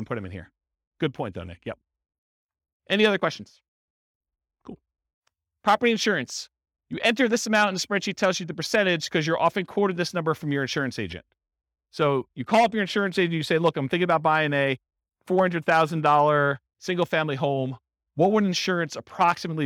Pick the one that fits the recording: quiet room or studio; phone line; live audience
live audience